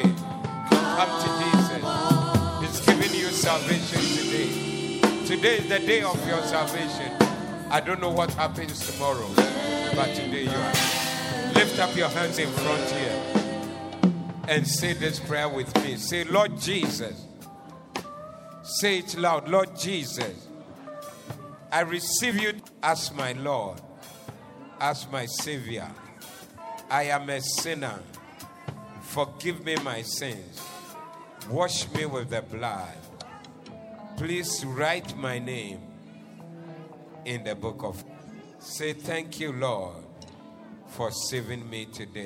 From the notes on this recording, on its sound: Preached at the Doxa Service 02072023